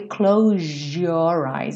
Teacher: Mas é muito comum que soe close your eyes. Então, esse S que teria um som de Z, na verdade, ganha um som de J